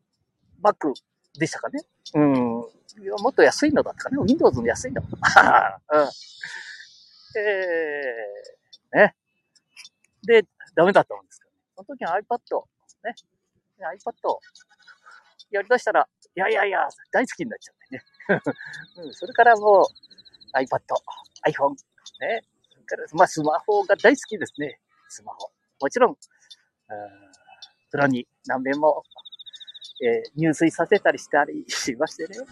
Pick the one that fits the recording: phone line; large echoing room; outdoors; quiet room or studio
outdoors